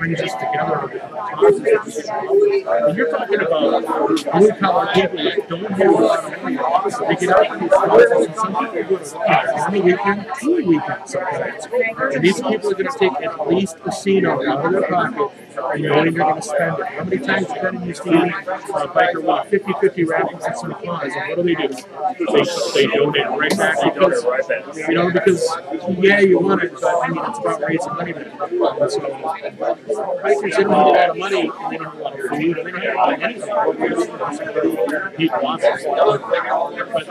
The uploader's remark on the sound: The audio plain sucks.